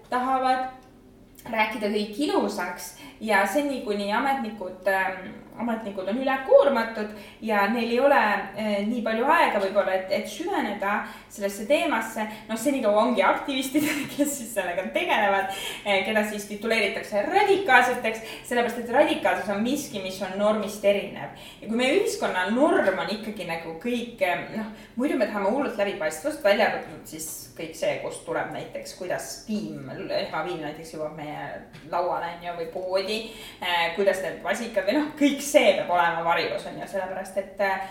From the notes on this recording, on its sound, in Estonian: Arvamusfestivalil toimunud arutelu